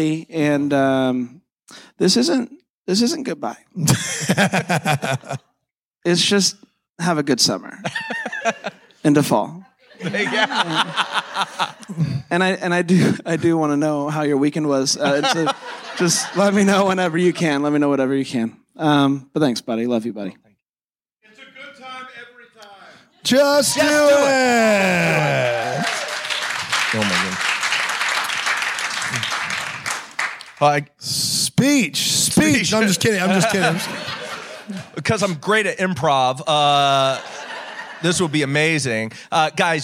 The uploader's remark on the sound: LIVE from Bramble Fest. In front of a live audience at Bramble Fest 2022.